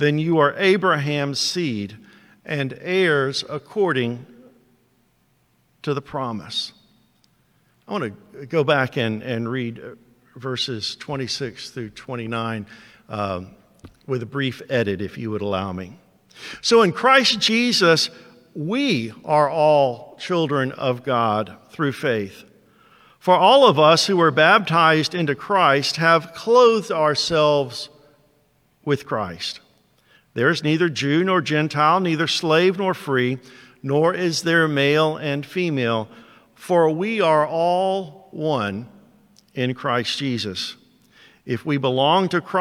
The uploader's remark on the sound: first preached to Towne View Baptist Church in Kennesaw, Ga on 6/26/22